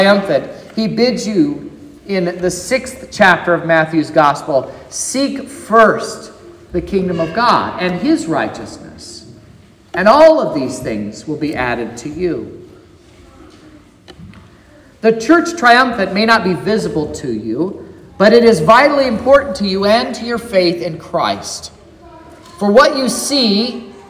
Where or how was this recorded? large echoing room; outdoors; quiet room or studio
large echoing room